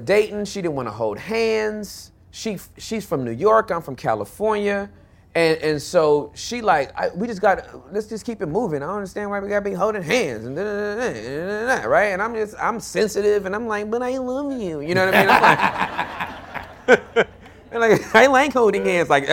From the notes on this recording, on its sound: our very first Live Show!